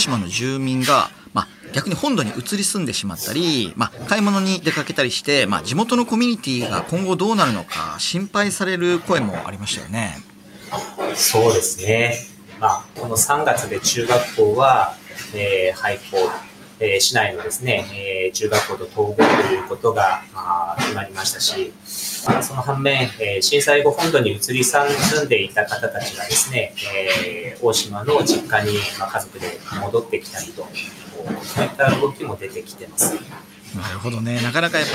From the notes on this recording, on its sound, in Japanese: 気仙沼大島で牡蠣の養殖業を営む「ヤマヨ水産」。今回は新しくなった牡蠣の作業場からみなさんが作業されている中でオンライン収録させて頂きました！